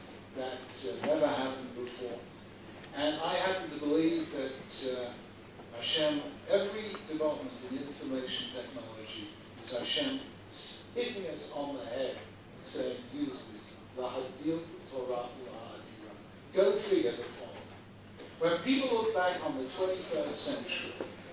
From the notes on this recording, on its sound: Here is a recording of a shiur delivered. At the Bet Knesset Feigenson in Beit Shemesh, Israel.